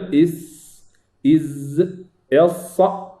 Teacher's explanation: خروج لي النفس من رأس اللسان مع الثنايا السفلى والثنايا العليا